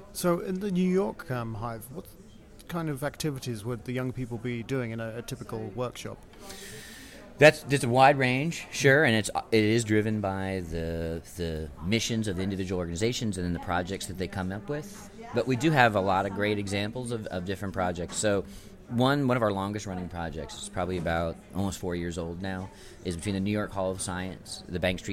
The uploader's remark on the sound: at Mozilla Festival London 2013